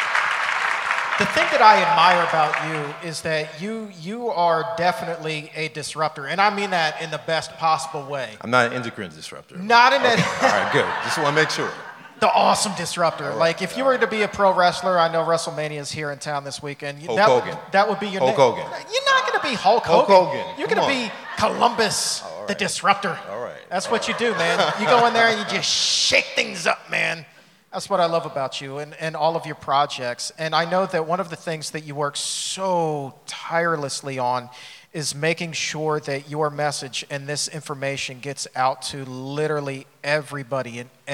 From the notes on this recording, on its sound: In front of a sold-out crowd in Los Angeles!